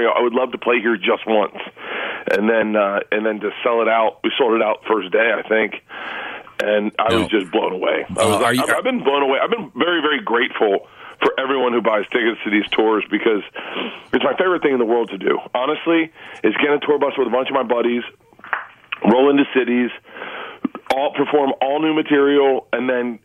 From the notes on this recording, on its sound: On the Phone!